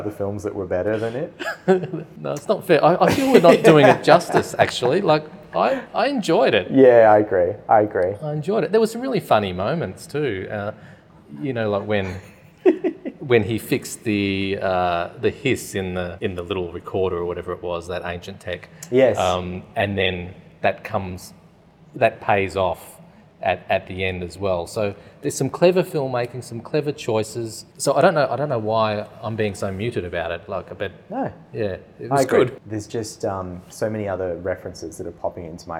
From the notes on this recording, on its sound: All on location at the RMIT Capitol theatre for the Melbourne International Film Festival 2023.